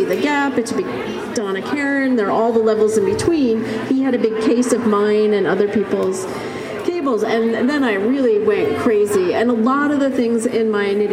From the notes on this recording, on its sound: Another slice of Rhinebeck 2018 fun. Interview recorded live at the festival.